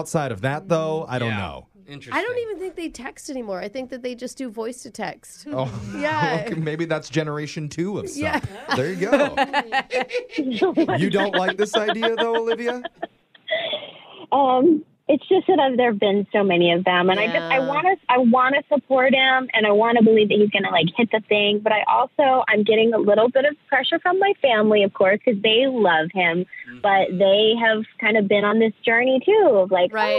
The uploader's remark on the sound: Awkward Tuesday Phone Call